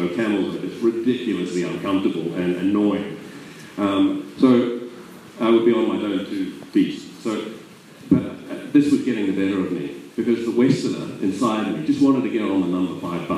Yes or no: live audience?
yes